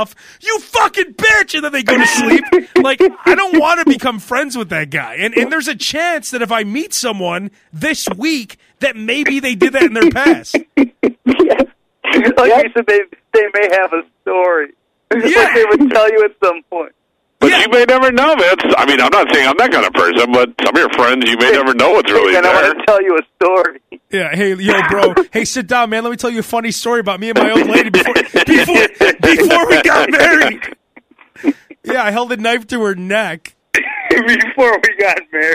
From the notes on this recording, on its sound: Voice on the phone.